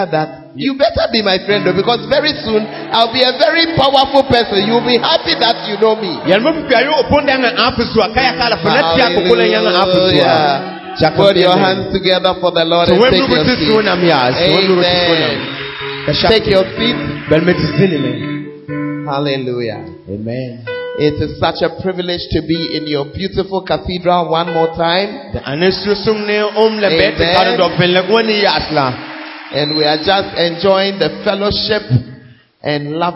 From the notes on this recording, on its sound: Preached at LCI Jesus the Truth Cathedral, Bawku